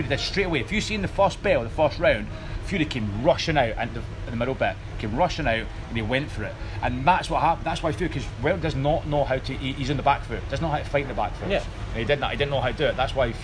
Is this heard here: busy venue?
yes